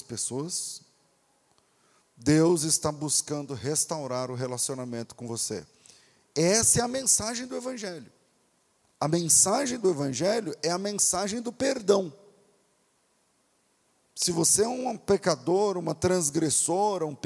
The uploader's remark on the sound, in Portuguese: Culto Ao Vivo